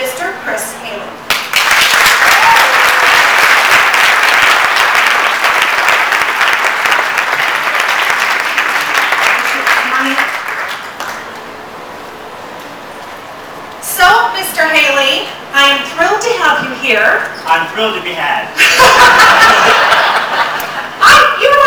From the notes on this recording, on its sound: Recorded LIVE at Genealogy Jamboree 2010 - Videocast. We presented the Genealogy Gems Podcast show in front of a live audience at the Southern California Genealogy Society. Our intention was to record the audio through the sound system, but alas there was a glitch. My Flip Video Camera and thankfully she captured much of the show.